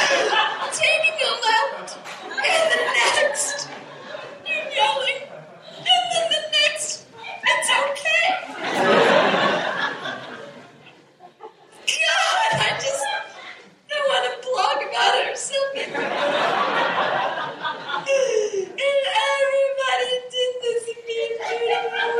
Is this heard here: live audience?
yes